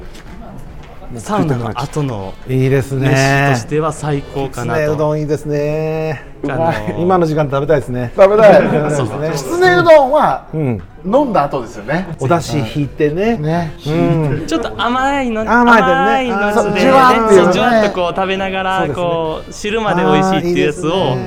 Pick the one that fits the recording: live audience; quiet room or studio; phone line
live audience